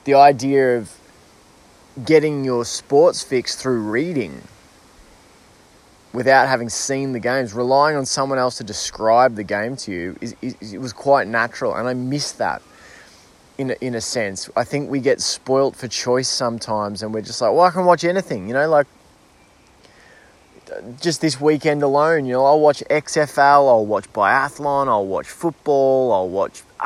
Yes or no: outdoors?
yes